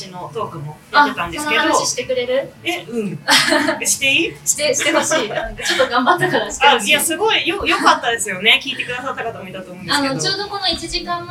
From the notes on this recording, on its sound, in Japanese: うめだ阪急にて初の公開収録を実施してきました〜。当日は満席となり大盛況でイベントを終えることができました。宇宙兄弟』の展示が催されている愛溢れる空間で、『宇宙兄弟』のことをたくさん話してきました。